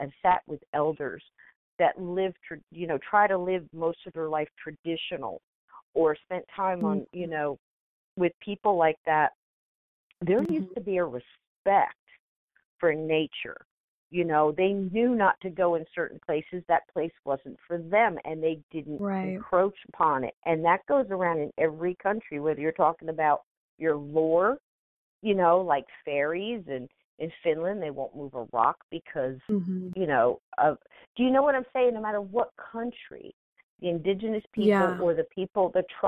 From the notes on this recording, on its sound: Hosted a live call in show.